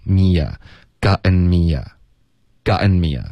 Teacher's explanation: gotten 喉音停顿后面来一个添加连读